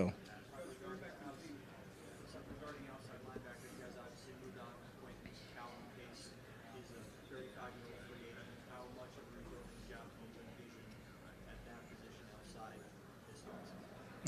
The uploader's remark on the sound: Combine Press Conference (02.24.2016). Addressed the Media at the 2016 NFL Scouting Combine.